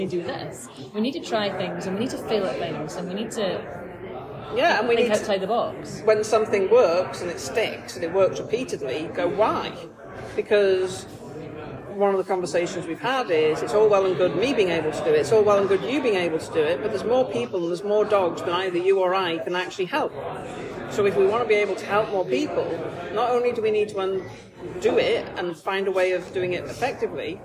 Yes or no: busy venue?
yes